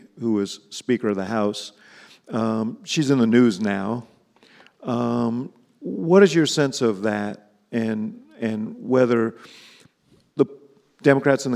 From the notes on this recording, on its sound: in Hyde Park for a special live taping of the Axe Files